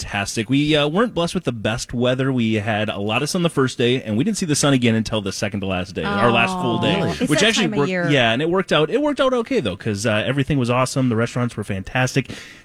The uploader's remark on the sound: LIVE at their last Santa Stop at Southern Lights in Burnsville!